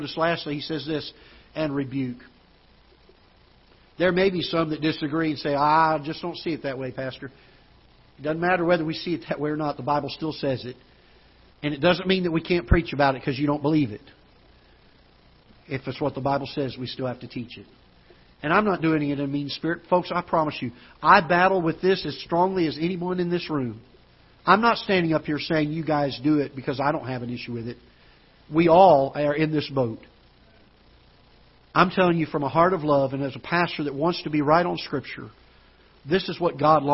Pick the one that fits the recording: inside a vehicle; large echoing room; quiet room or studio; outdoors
large echoing room